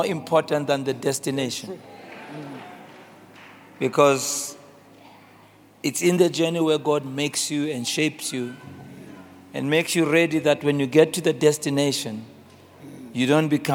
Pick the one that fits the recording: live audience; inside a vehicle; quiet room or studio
live audience